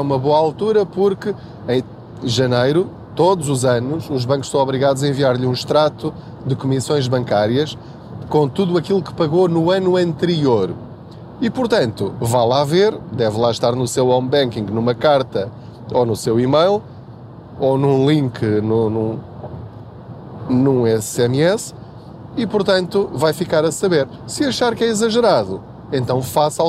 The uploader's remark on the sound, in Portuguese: Não ligue aos barulhos da viagem.